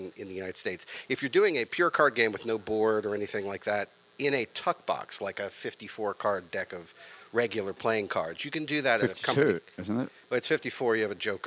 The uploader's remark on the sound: It's New Orleans Happy Hour is recorded at the iconic Maple Leaf Bar in Uptown New Orleans.